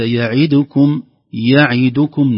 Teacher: نحقق الكسر في العين ونحقق الضمة في الدال حتى لا تخرج الدال ساكنة أو مختلسة، يعني الاختلاس جزء من الحركة حتى تكون حركتها كاملة.